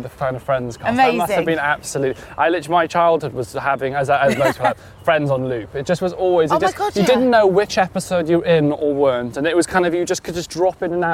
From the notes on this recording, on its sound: a walk around Clapham Common